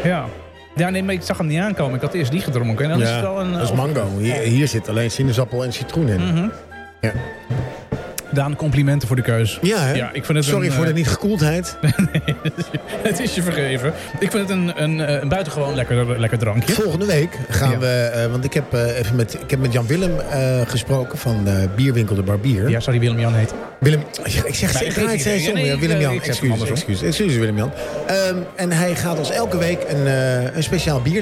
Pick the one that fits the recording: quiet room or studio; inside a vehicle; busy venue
busy venue